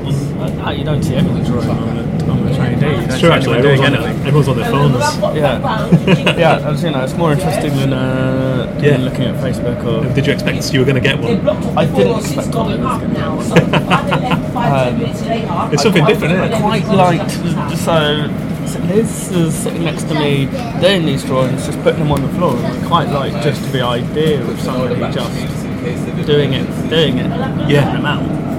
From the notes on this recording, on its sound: Platform 2 of Crystal Palace over ground rail station. We jump on the train to Dalston Junction, where I witness her live in action for one of the most exciting train rides I’ve ever had!